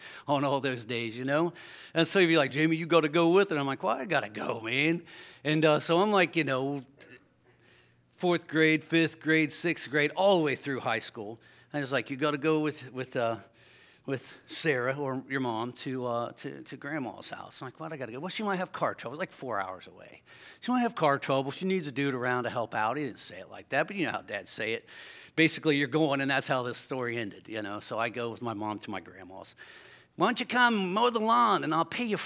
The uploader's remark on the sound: LIVE Services at Sunshine.